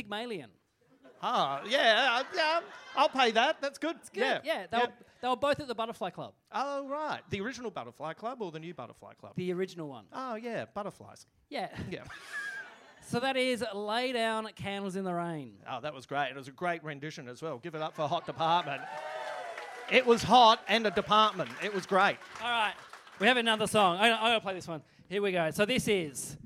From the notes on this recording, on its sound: The very first live 100% Hits Vol Pod recorded at The Basement Comedy Club at the European Bier Café.